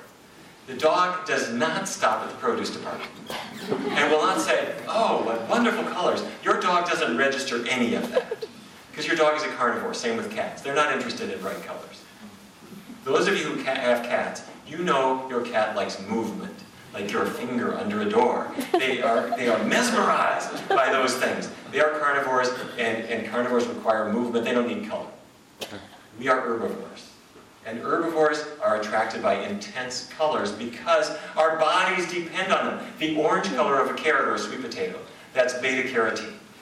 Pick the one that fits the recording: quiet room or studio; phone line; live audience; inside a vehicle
live audience